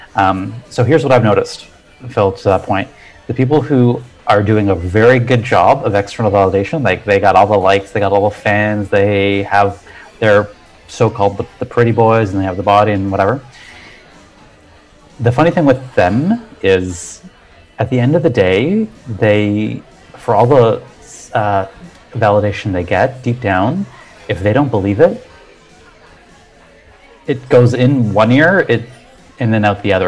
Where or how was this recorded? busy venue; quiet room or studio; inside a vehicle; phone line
busy venue